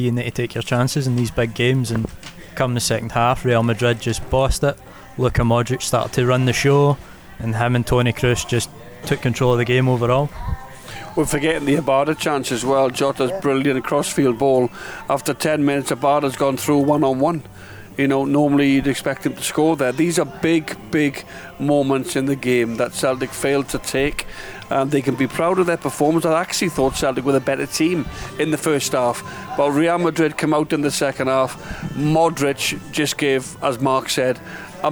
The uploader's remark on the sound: live at Radisson Red